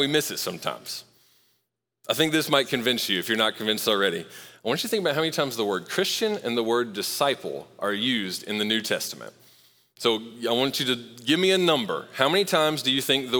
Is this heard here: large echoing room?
yes